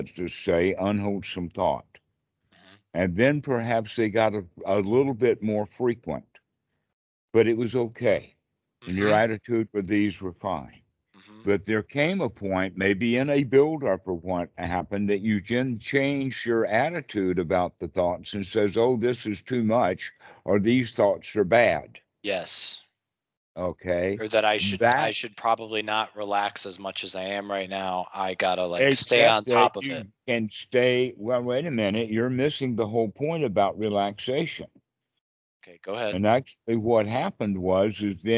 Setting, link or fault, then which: link, video call